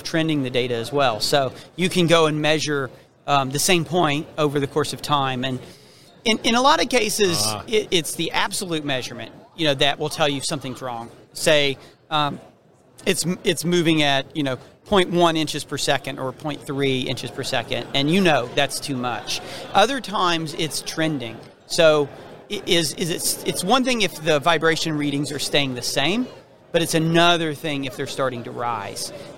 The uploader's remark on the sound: we're onsite at the 30th Annual SMRP conference